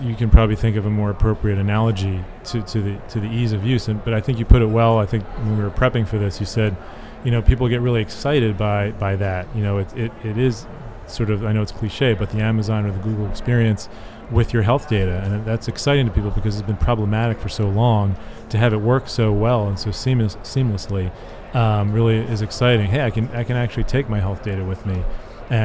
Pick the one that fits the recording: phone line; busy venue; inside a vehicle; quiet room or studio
busy venue